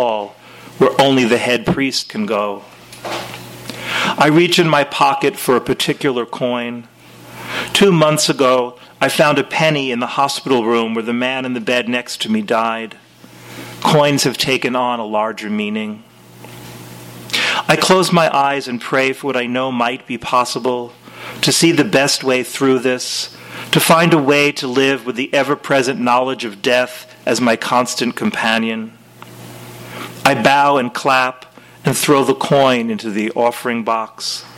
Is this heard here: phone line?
no